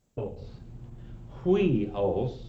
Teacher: You breathe rough when you say huios. Otherwise, it would be eos. · Term: rough breather